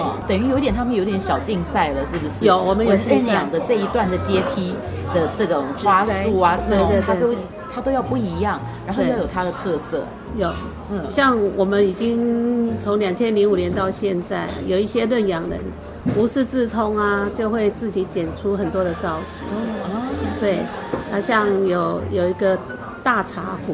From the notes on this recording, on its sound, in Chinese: 節目真正首次全程外景錄製，完全融進在地各種聲音。特別結伴來到社子島。